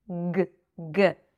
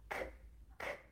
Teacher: The first sound, a g sound versus a k sound. The only difference between those two sounds is the voicing. So for a k sound, the back of the tongue is pressing against the upper palate, the soft palate, closing and releasing.